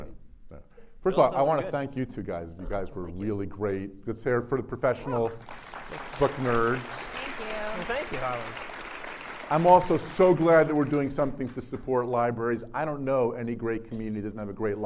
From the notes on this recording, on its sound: A live interview in front of a sold out crowd of 400 readers at their home away from home, Cuyahoga County Public Library.